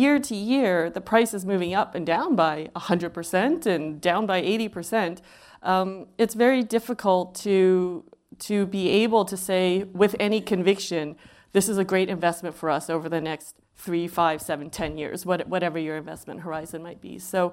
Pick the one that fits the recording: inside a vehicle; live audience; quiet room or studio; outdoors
live audience